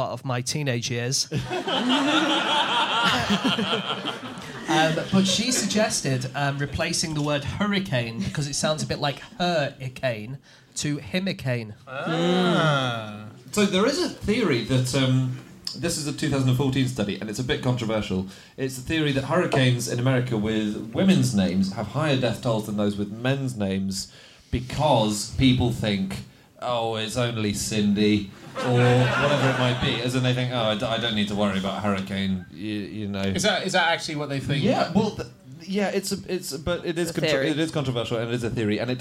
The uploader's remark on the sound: Live from Up The Creek in Greenwich to celebrate the third birthday of the podcast